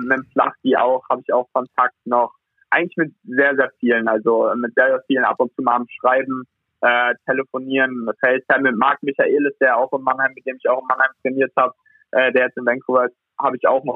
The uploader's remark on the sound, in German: Am Telefon melden sich. Aus seiner Eishockey-WG in Ottawa.